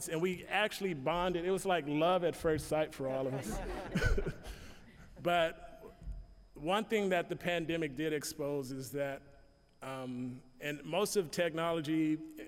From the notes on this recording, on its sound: I am sharing a presentation that I gave at an IT Conference in Sacramento